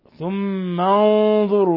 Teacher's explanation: نون ساكنة جاء بعدها الضاء، الحكم التجويدي إخفاء حقيقي